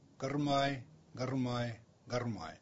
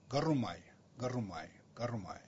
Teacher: did you hear that little rotic, that little trill?